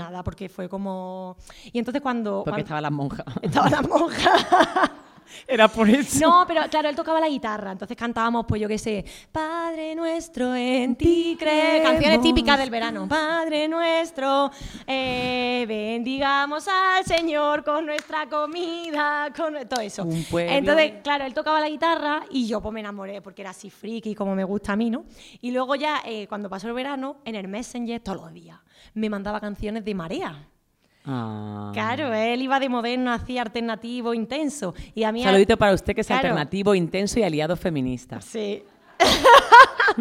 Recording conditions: live audience